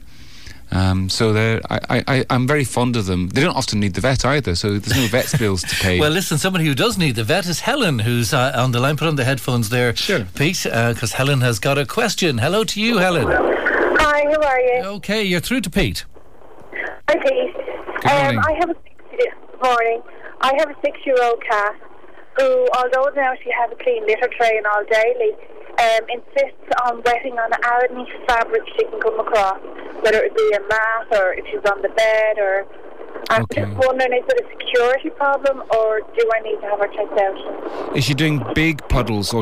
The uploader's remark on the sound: a listener called